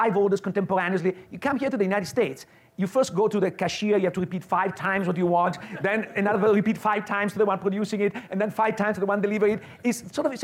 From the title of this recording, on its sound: Live at Mason